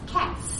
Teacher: your mouth knows that the S at the end of cat is voiceless.